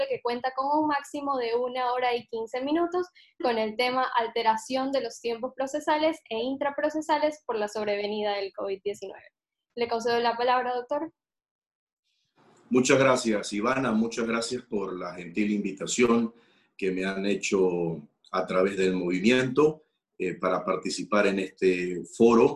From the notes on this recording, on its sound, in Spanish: a través de la plataforma ZOOM